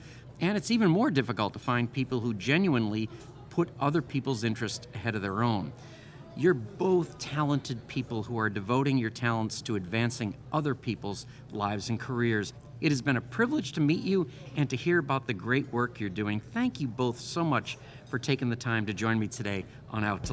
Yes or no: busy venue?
yes